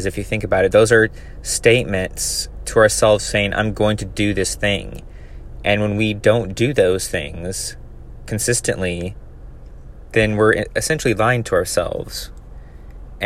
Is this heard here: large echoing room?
no